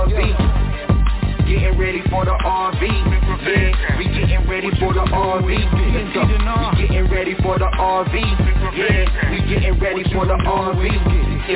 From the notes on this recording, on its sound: TNTSuperfantastic Conference Call